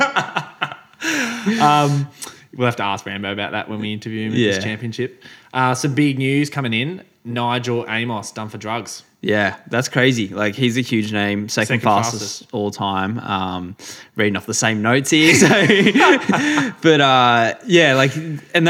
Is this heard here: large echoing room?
no